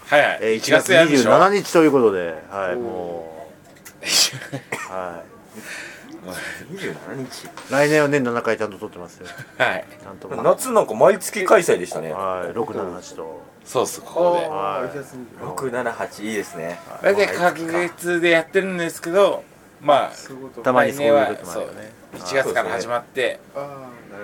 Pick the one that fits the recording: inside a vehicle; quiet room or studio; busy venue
busy venue